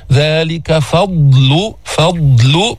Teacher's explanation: بتجيب الضاد بتسكنها تنتقل إلى اللام فورا